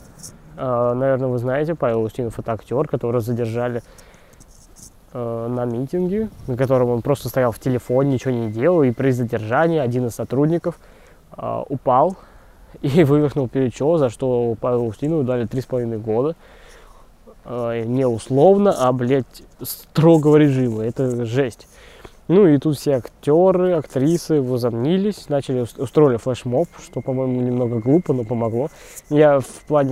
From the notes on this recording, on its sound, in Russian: который был записан пока я шёл от автобусной остановки до общежития